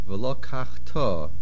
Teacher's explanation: V'lo kach to. Main stress is milra.